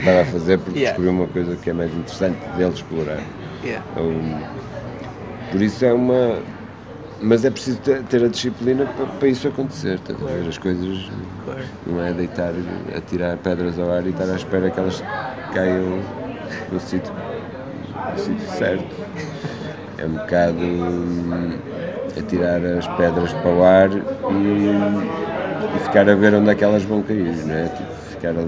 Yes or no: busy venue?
yes